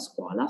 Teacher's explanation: So the S shouldn't be so strong, scuola, so light S.